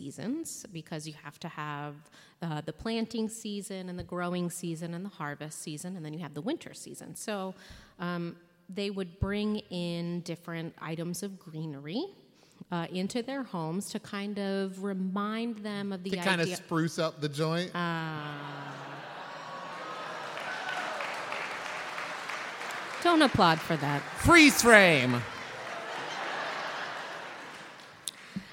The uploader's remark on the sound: LIVE episode recorded at Candlenights 2017